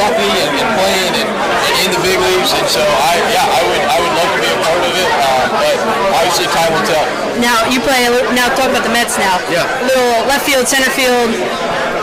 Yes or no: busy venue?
yes